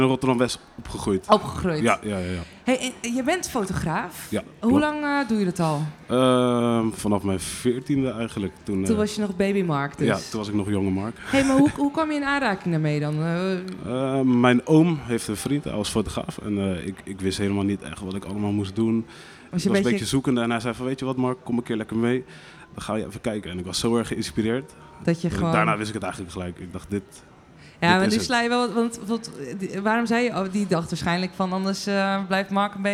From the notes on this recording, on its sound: Recorded live at the opening of the exhibition: "Lust For Life | Ed van der Elsken" at the Dutch Photography Museum.